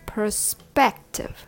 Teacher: The last syllable, tiv, has a schwa sound of, of, spective, perspective. Three syllables with the stress on the second syllable, spect, perspective.